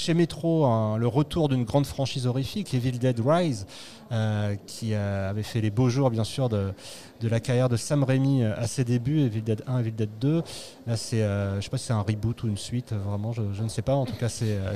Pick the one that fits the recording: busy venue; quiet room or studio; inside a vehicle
busy venue